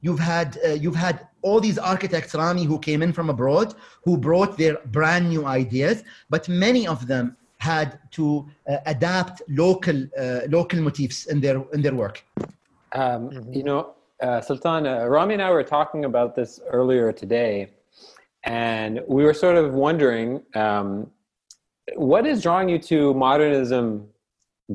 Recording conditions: video call